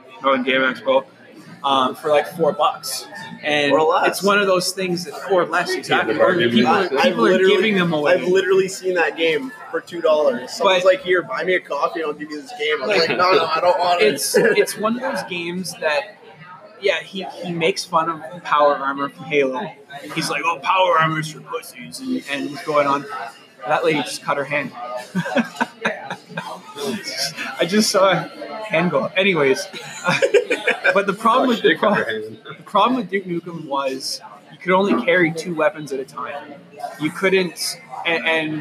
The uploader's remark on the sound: Recorded at Salute Coffee.